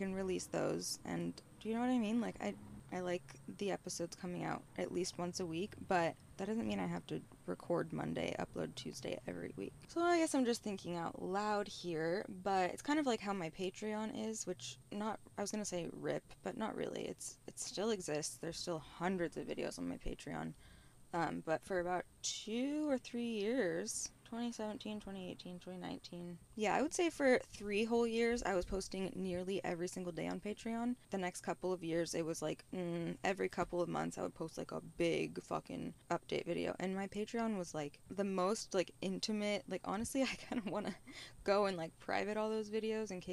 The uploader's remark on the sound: Live from a tesla near you. If you saw me driving my tesla around west hollywood holding a microphone...